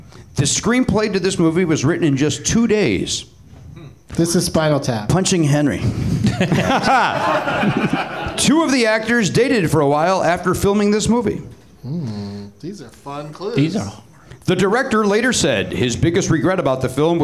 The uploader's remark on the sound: Live from the NerdMelt Showroom in LA